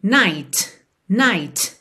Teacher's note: Lembra que a letra T em inglês, ela tem um arzinho